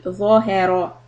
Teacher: ظَ heavy, ha soft, ra heavy